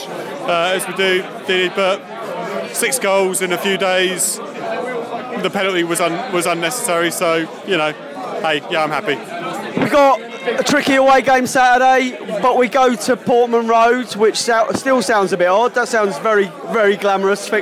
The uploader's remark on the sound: Post Match Podcast from the pub.